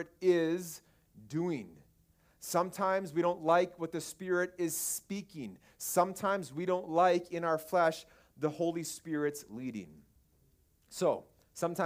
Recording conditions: large echoing room